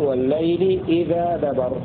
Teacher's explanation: بفتح الذال وألف بعدها